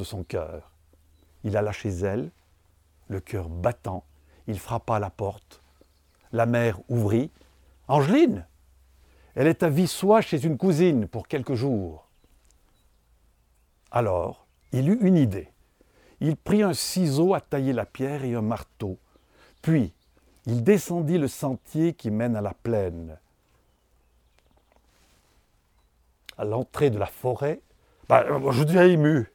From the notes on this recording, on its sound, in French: le Swisspeak Resort de Vercorin a gentiment mis sa terrasse à disposition pour l’enregistrement d’un podcast « hors-série »